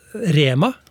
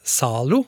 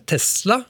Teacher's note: når vi nå tar inn nye navn i norsk, så gir vi gjerne tonelag én